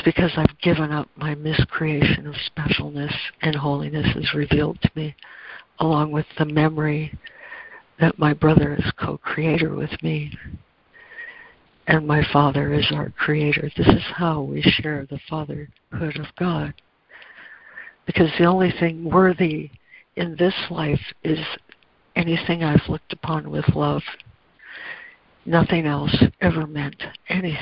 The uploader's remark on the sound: ACIM Daily Conference Call.